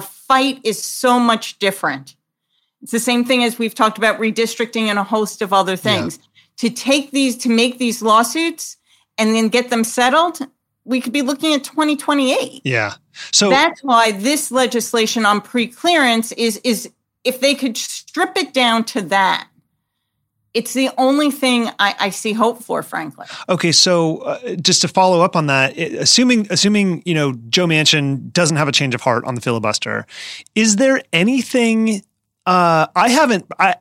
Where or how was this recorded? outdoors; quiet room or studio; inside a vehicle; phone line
quiet room or studio